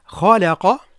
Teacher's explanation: هناك تفخيم للخاء، ترقيق لللام وتفخيم للقاف